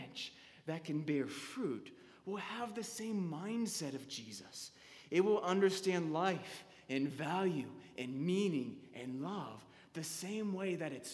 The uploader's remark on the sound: Sermon delivered on May 3, 2015 at Anglican Church of the Redeemer